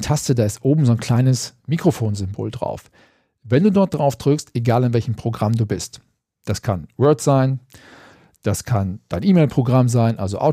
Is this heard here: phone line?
no